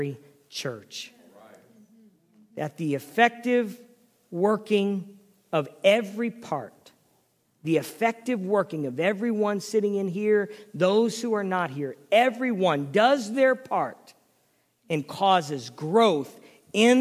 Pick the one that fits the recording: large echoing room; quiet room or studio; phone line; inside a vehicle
large echoing room